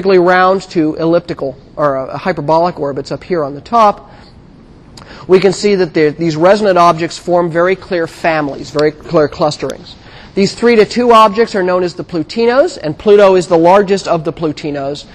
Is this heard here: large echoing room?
yes